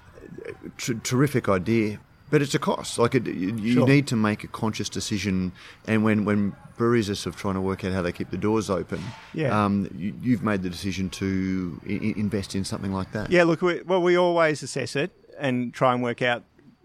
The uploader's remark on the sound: We have our last conversation recorded during our swing through the High Country Brewery Trail with a visit to Bright Brewery. We visited the High Country Breweries in late January after the fires.